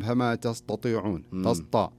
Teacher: أي بالضبط، بعد بعض الناس يقول فما تستطيعون تسطى، هذا فخم عكس، فخم حرف التاء فجعله حرف استعلاء